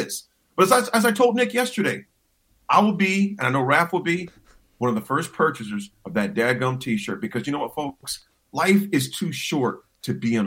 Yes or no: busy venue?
no